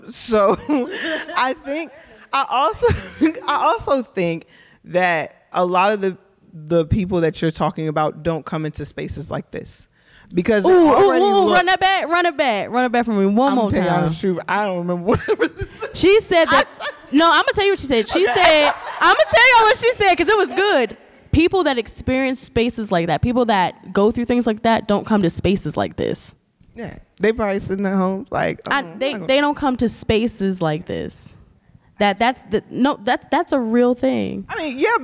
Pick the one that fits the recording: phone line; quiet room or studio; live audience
live audience